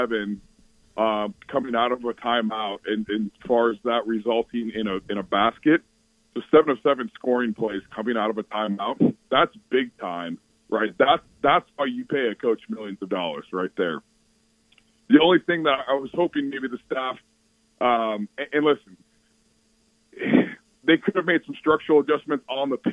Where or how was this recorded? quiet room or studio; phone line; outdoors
phone line